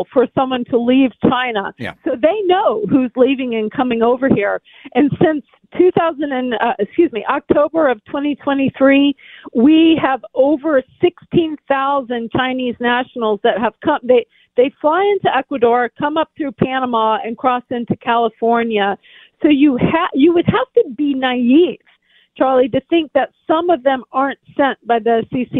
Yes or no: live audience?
no